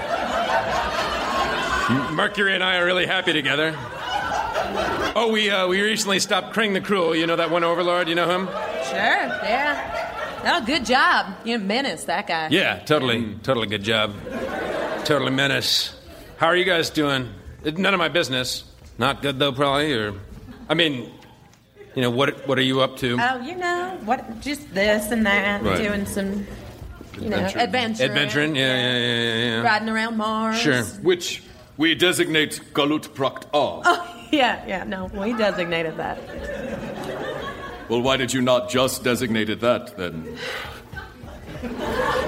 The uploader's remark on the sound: Recorded Live 5/2/2011 at Largo, Los Angeles.